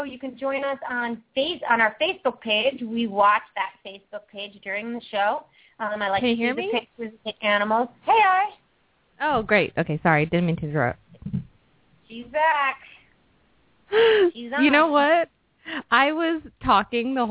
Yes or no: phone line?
yes